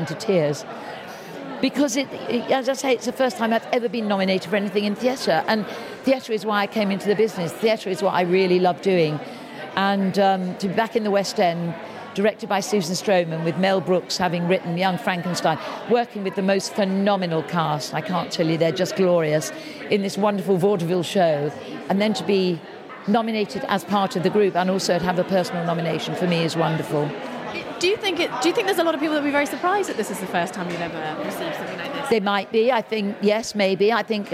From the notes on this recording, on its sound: a collection of interviews from the Olivier nominations launch party